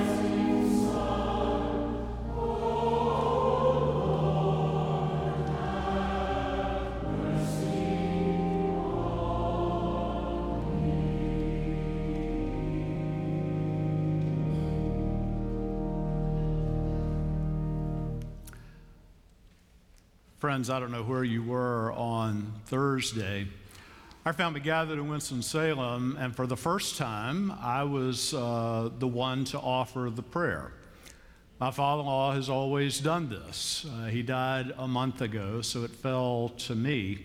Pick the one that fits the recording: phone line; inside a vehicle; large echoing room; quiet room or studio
large echoing room